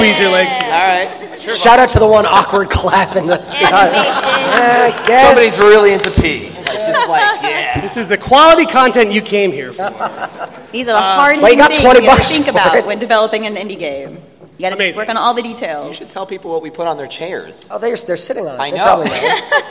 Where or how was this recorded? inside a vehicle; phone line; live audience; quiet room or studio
live audience